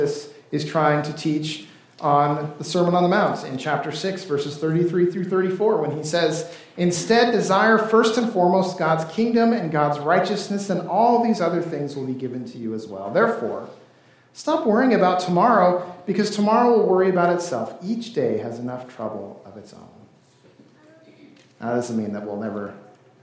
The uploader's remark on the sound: This service was recorded during worship on February 18th, 2024.